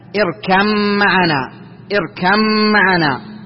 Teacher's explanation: ها، مثل الباء مع الميم، مخرجها واحد من الشفتين لكن الصفة تختلف، صفات الباء تختلف عن صفات الميم. الباء الساكنة مع الميم فهنا تدغم